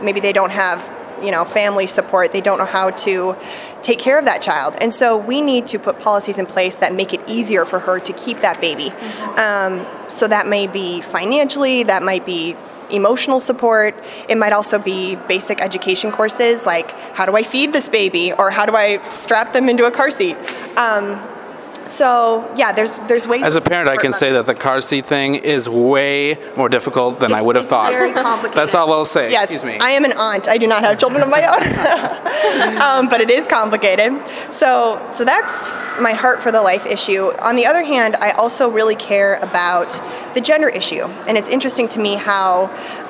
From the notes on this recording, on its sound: broadcast live from the Minnesota State Capitol!